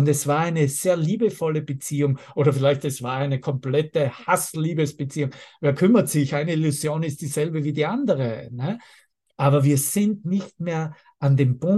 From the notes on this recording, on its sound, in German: Zoom-Session. Veranstaltet von der Aleph Akademie.